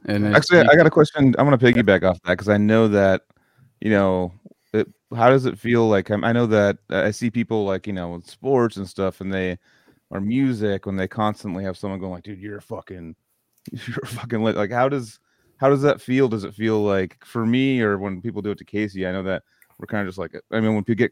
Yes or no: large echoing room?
no